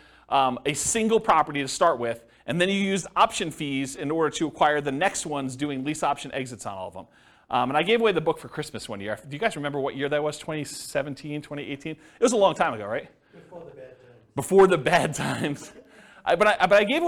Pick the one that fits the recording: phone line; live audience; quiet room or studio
live audience